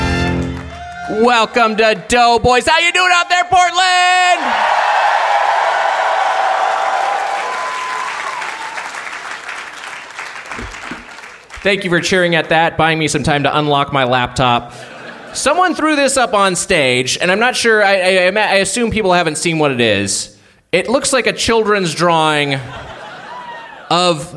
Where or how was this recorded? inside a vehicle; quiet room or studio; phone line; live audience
live audience